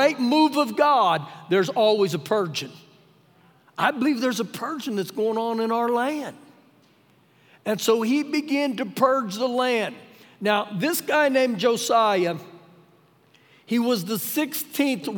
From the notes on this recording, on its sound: Recorded live during our Sunday morning service